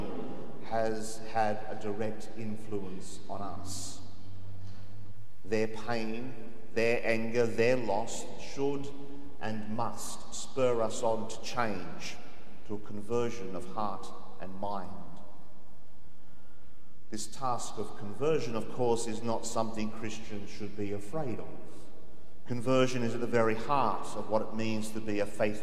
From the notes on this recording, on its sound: The homily from Sacred Heart Cathedral, Hamilton